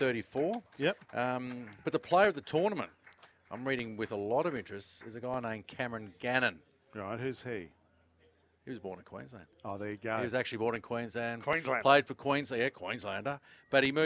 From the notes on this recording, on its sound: LIVE from Ian Healy Oval